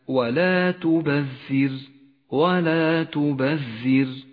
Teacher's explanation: رققت الراء هنا لأنها جاءت ساكنة وقبلها حرف مكسور · Term: الراء المرققة